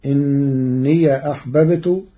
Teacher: قرأ ورش كلمة إني بفتح ياء الإضافة، فتصير إني أحببت والفتح والإسكان في لغة العرب.